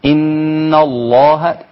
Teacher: خدت الغنة من مخرجها من الخيشوم في إن ثم تأتي باسم الجلالة إن الله.